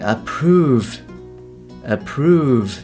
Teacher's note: こちらも最初の「あ」っていうのが、えー、曖昧母音ですと。でそれがちょっと聞き取れなかったらあと approve の「v」の音ですよね。これがそんなにあの、まあ、強く発音されないケースもあるので、えー、場合によっては proof proof のようなあの音にもちょっと、えー、聞き取っちゃうかもしれませんなので最初の曖昧ポイントのはちょっと気をつけてくださいねなんて話をしましたで最後が、えー、but ですね but はい、えー、これもですねその例えばあの文章の中で I can understand your point but みたいな感じで、えー、あなたの、まあ、言ってることもわかるんだけどでも私はねみたいな感じの時